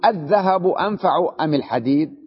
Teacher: أما همزة أل اللي قلبت ألفا مع الذهب حذفناها، هذه الألف حذفناها وبقيت همزة الاستفهام، لذلك لازم نقطعها